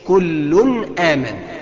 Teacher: تيجي ضارب طرف لسانك في أصول الثنايا العليا ملتحمين مع بعضهم، حقق مخرج النون ويرجع حقق مخرج الهمزة · Term: التنوين